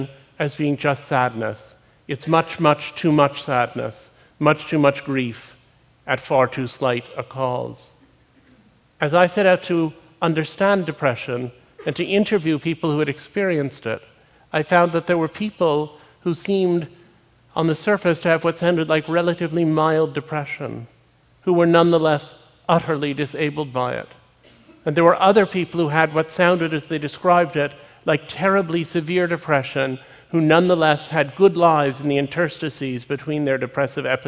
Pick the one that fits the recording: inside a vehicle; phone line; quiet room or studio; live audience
live audience